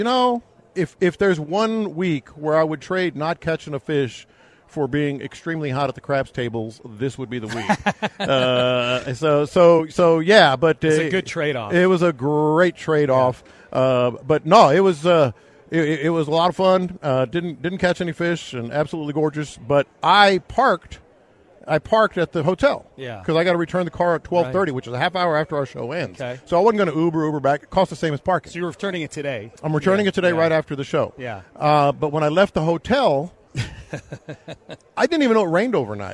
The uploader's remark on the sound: Live from Radio Row